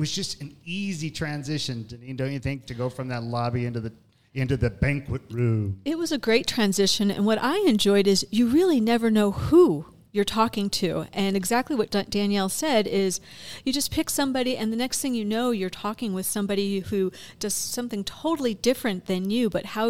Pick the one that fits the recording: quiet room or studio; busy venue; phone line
busy venue